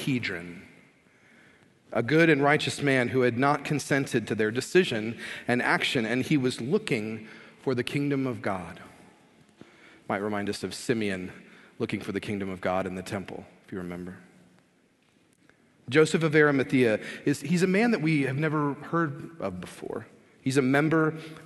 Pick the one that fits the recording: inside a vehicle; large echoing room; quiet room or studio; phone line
large echoing room